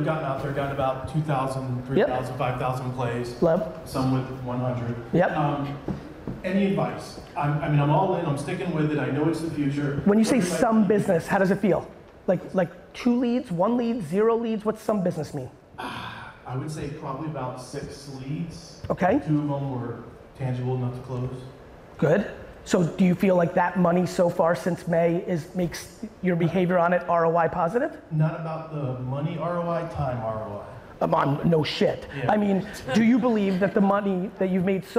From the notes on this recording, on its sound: The Q&A portion of my keynote I gave in Naples, Florida at the Hall of Aime event.